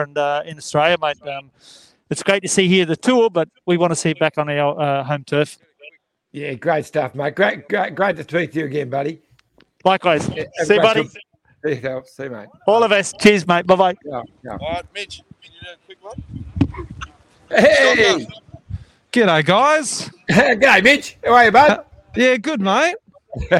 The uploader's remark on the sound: Live from stage 4 at the Tour de France!